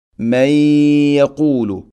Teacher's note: മയ്യ സാക്കിന നൂന് ശേഷം യ നൂനിനെ യയിലേക്ക് ഇദ്ഗാം ചെയ്യണം, കൂട്ടി ലയിപ്പിച്ച് മണിച്ചുകൊണ്ട് ഉച്ചരിക്കണം. മയ്യഖൂലു ഗുന്ന ചെയ്യുമ്പോൾ ശ്രദ്ധിക്കരുത്, മയ്യഖൂലു മയ്യഖൂലു ഇങ്ങനെ പറയരുത്, മയ്യഖൂലു സാധാരണ രൂപത്തിൽ തന്നെ പറഞ്ഞാൽ മതി.